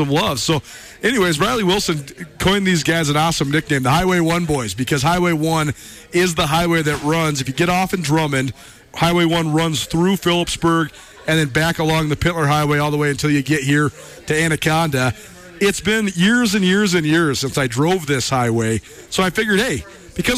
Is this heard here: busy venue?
yes